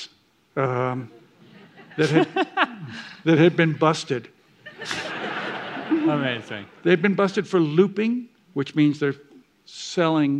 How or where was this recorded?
live audience